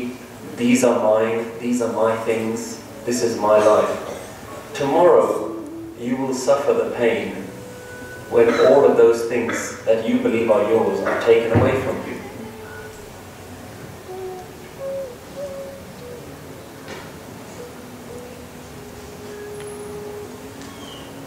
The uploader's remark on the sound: English Katha (Sikh Lecture) recorded on 26th May 2013 in Central Gurdwara, London, UK.